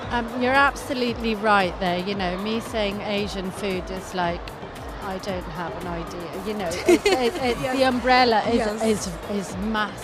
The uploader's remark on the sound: Live at SIBF 2023